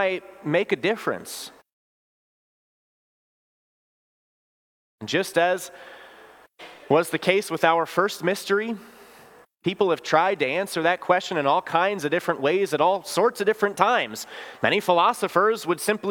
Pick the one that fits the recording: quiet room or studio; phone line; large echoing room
large echoing room